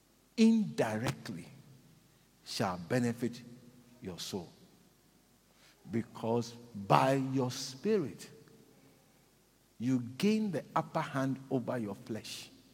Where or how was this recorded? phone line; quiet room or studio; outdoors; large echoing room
large echoing room